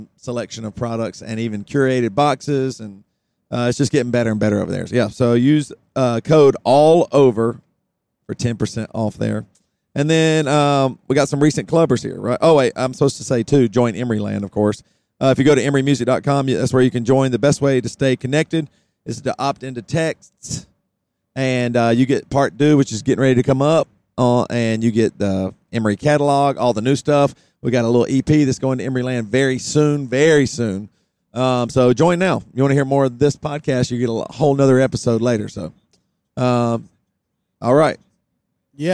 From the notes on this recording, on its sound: We re riding down the road in the middle of the California Desert so we decide to record a pod!